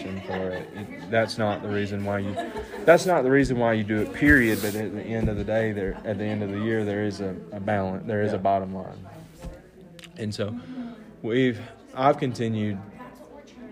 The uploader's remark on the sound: This episode was recorded live at the 2022 Annual Montana College Attainment Network’s annual conference.